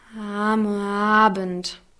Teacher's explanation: Und das Ziel ist, dass sozusagen die Stimmbänder immer durchschwingen und das hören wir dadurch, dass es sehr weich klingt